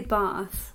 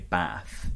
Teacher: Whereas most people in the north of England would say, like I say, Bath. Yeah. With, like, a short A sound. · Shown in: second take